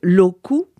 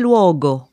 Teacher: le corse a gardé une voyelle finale inaccentuée, qui était la voyelle ou du latin, et qui est restée ou en corse. · Shown in: first take · Tandis qu'en italien, par exemple, c'est devenu o. · Term: ce ou final